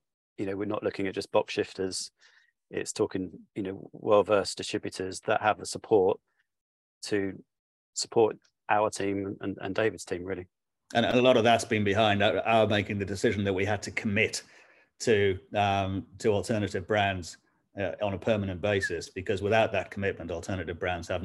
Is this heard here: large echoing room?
no